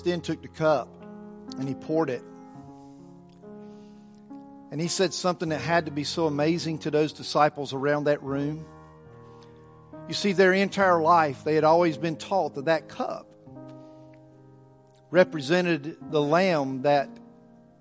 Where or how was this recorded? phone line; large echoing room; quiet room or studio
large echoing room